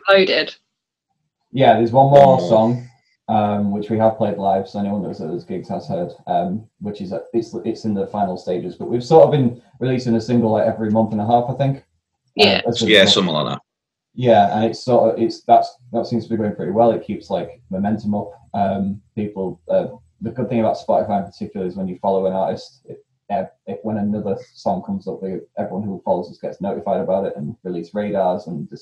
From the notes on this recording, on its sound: Recorded on Zoom